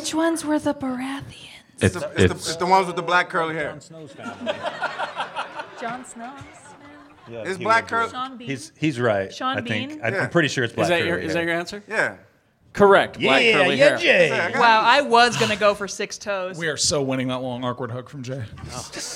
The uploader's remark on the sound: Geekshow Live. Recorded LIVE at FanX Comic Con in Salt lake City. Hear us do it Live, in front of people.